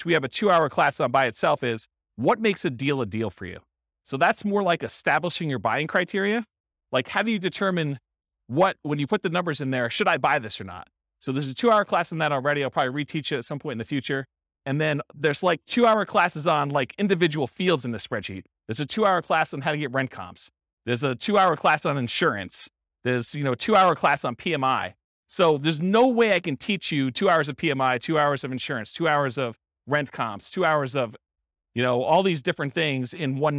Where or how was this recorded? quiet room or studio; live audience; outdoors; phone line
live audience